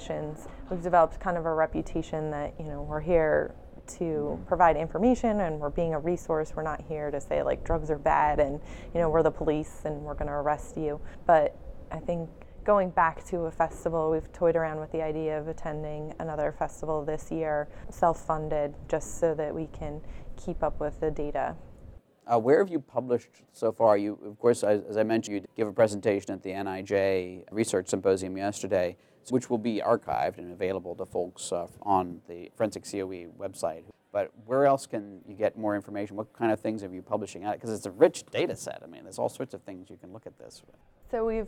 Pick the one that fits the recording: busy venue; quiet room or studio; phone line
busy venue